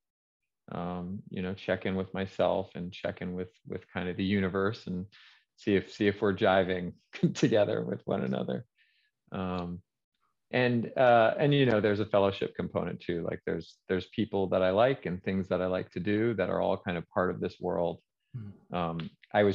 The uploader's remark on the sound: Recorded 2.8.2022 from Raleigh, NC & Philadelphia, PA on Zoom